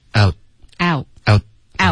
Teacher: 舌尖得顶上颚，只是不要爆一个 t 的音出来 · Term: t 的音省略